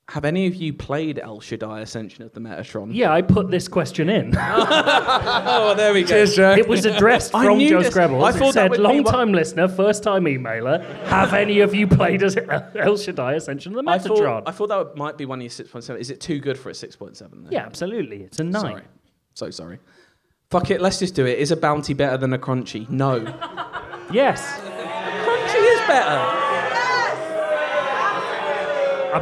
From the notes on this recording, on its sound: A lovely live audience for a special episode of the podcast.